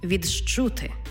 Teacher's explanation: «Ди» і «чи». Коли вони стоять поруч, утворюється звук «джи-чи».